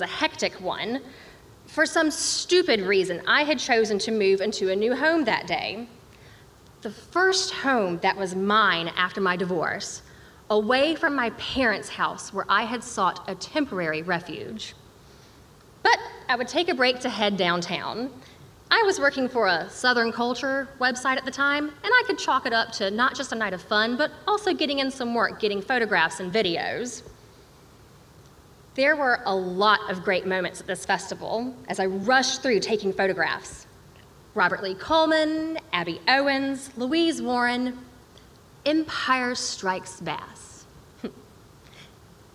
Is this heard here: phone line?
no